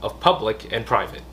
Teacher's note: public and private vẫn phải có cái đoạn nhấn ở đấy lên cao và xuống xuống dưới